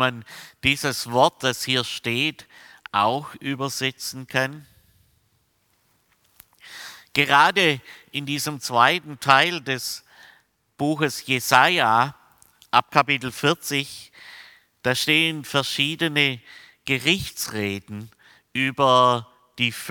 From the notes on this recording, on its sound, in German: aus dem Classic-Gottesdienst der Missionsberg-Gemeinde (LM)